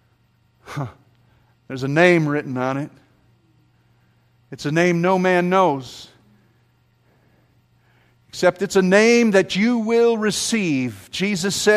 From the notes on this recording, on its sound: This sermon was preached at James Bankston's funeral